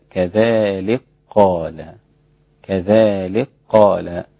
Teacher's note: أدغم الإدغام الكبير الإمام السوسي عن أبي عمرو البصري الكاف في القاف فيصير النطق بها هكذا، كذلك قال، كذلك قال.